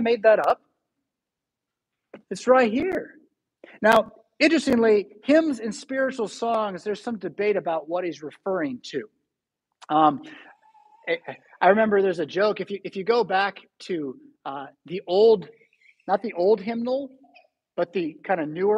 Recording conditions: large echoing room